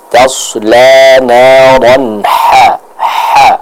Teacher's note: huruf h juga seperti huruf ain, dia keluar dari tenggorokan bagian tengah.